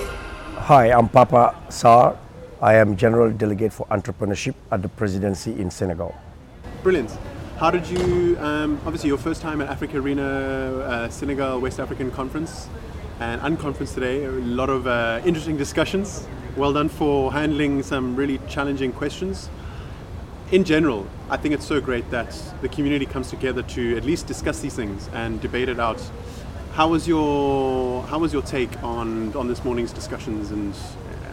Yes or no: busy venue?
yes